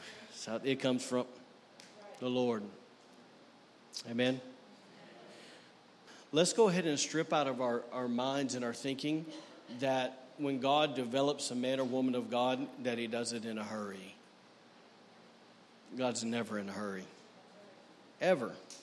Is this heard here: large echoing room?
yes